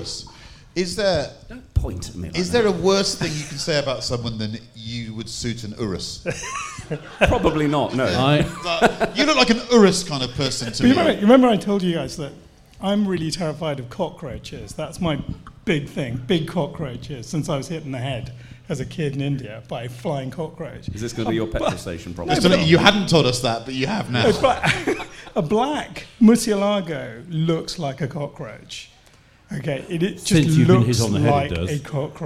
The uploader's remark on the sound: In front of a 200+ audience at Concours of Elegance